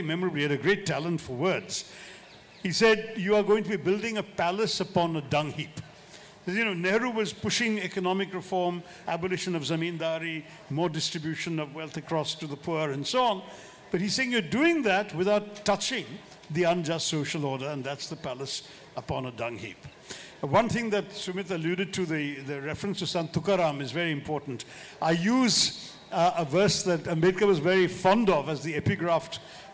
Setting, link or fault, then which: setting, live audience